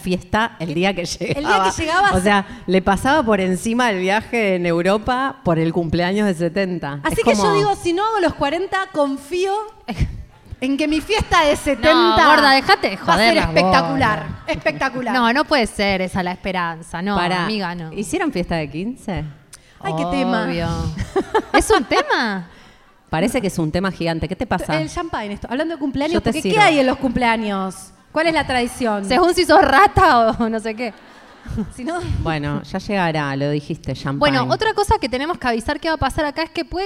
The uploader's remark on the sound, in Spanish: En vivo en Rosario. Grabado en vivo durante nuestra gira en la ciudad de Rosario.